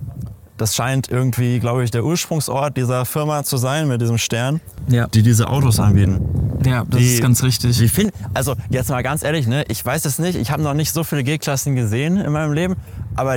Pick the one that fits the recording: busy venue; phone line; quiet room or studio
busy venue